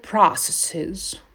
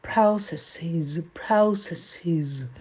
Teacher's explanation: Американцы говорят processes, то есть они уходят такой звук processes, а британцы больше уходят в дифтонг · Shown in: second take